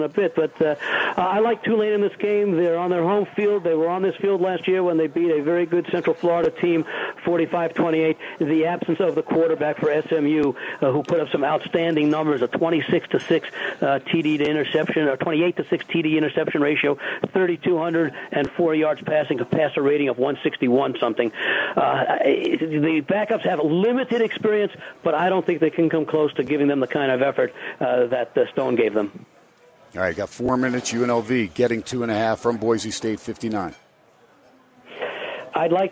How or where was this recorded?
busy venue